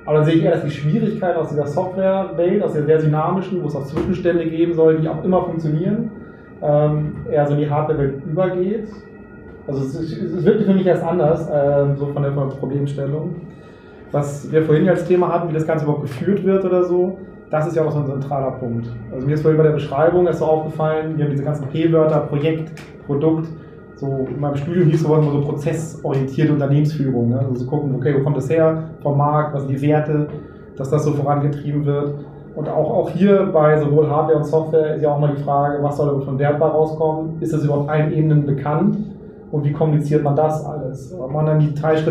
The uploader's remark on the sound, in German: Eindrücke vom ersten Bremer PM Camp. Danach ging es in 45-minütige parallel stattfindende Sessions, bei denen jeder selber über seine Tagesgestaltung entscheiden konnte. Führt Gespräche mit den Besuchern des ersten PM Camps in Bremen und zeichnet eine Live-Diskussion für diese Episode auf.